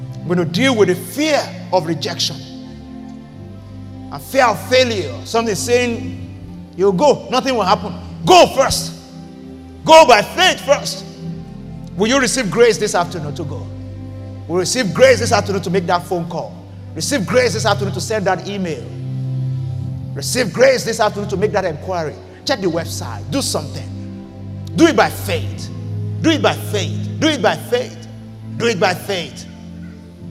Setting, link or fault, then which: setting, large echoing room